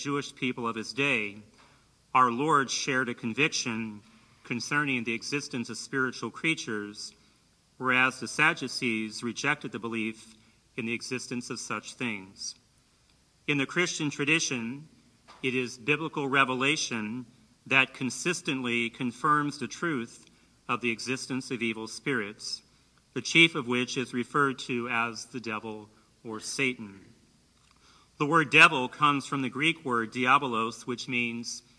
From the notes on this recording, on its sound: in Maas Auditorium at Hope College as part of the Saint Benedict Institute Speaker Series